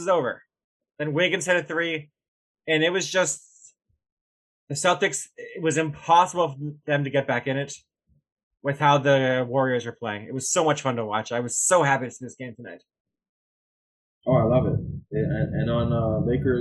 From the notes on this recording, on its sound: We apologize if the sound quality is a bit off on this show. Its a heat wave and we unknowingly had an air conditioner on.